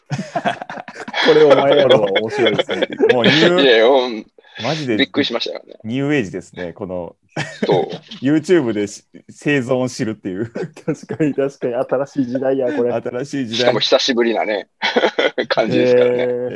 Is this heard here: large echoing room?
no